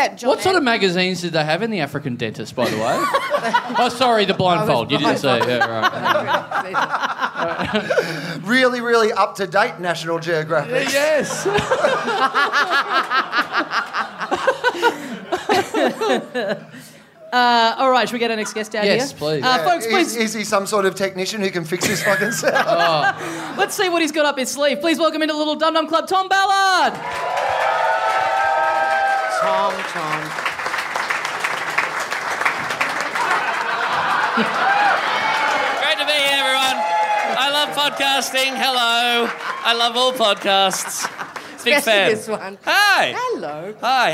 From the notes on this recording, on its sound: Another huge month of live shows from Melbourne!